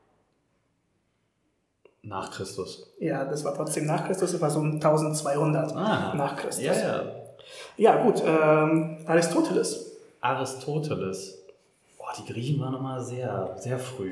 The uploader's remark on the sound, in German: Wir nehmen eine Umzugsfolge direkt vor Ort auf. Schlechte Audioqualität und viele Seufzer garantiert!